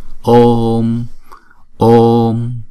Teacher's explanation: chữ ô là diphthong cho nên chúng ta đọc kéo dài hai nhịp.